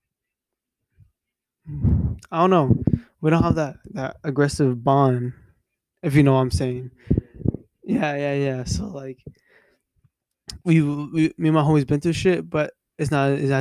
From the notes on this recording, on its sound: mic is still bad